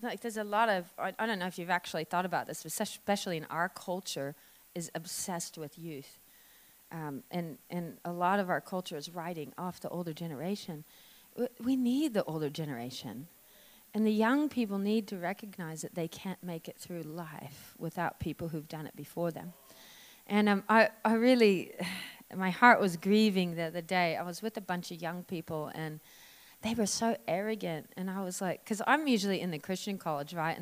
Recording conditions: large echoing room